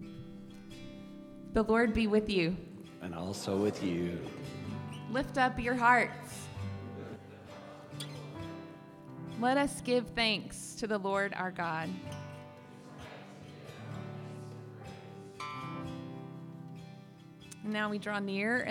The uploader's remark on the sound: The gathering and podcast are unique for this post, in that it is a full service recording with music and teaching.